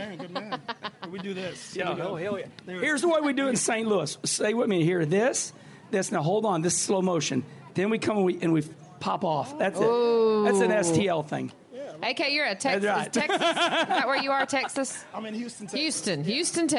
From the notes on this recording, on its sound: Live From JRM Fan Day. Live from JR Motorsports fan day.